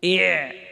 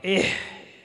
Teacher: تجد أن مخرج العين يسبق مخرج الحاء، مخرج العين يسبق مخرج الحاء، ولكن كلا الحرفين يخرج من وسط الحلق، يخرج من وسط الحلق.